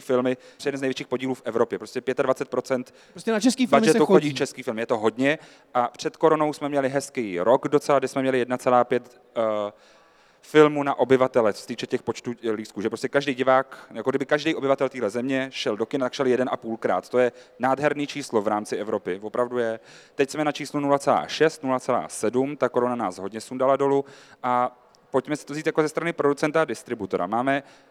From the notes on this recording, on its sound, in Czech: Kulturák se poprvé vydal před živé publikum. Na Letní filmové škole v Uherském Hradišti.